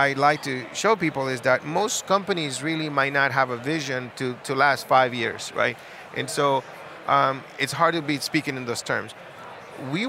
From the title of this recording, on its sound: Live from SaaStock19